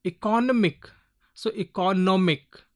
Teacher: the maximum or primary stress is given on the second last syllable. Example, if I say economic, so economic, E-C-O-N-O-M, N-O-M is given more stress in this syllable, economic.